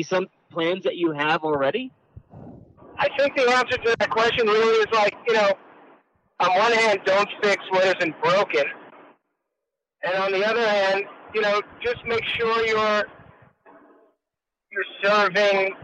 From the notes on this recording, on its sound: On the phone. This is not the best audio quality, but we were limited with time and other factors.